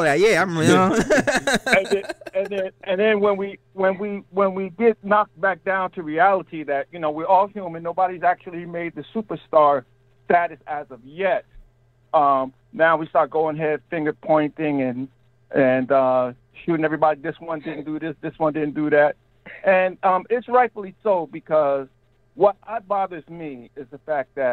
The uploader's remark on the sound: Live Stream | Live Call. LIVE after the game while taking phone calls from listeners.